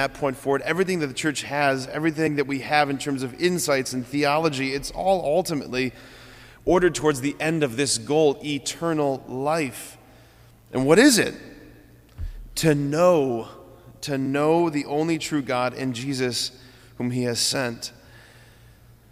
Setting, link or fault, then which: setting, large echoing room